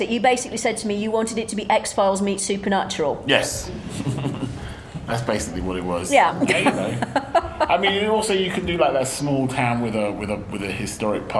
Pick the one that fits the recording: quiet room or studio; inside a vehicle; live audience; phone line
live audience